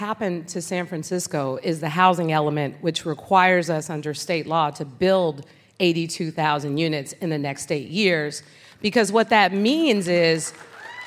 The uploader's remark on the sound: Live from San Francisco!